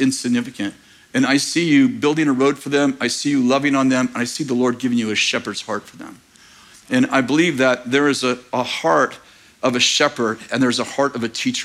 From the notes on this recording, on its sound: In this message from April 23rd, 2023 at Bethel Church in Redding CA